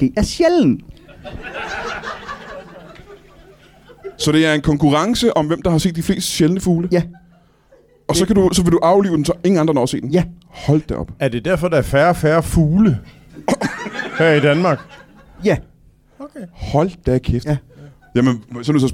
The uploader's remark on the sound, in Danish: LIVE fra 27b i Kolding